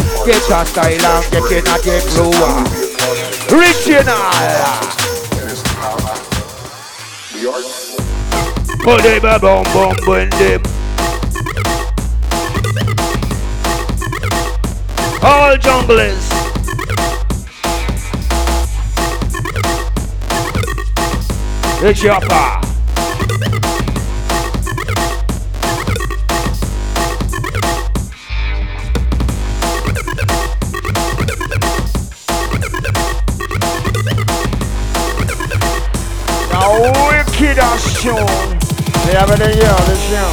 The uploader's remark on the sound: LIVE FROM CIRCLE 8 AT CLUB KARMA IN CARDIFF. THIS 3 DECK MADNESS.